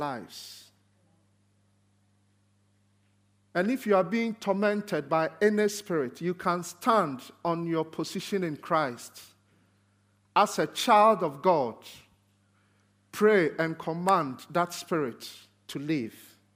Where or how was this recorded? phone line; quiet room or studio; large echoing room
large echoing room